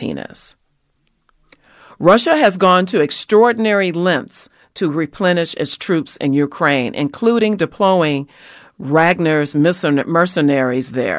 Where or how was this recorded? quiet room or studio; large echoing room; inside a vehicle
quiet room or studio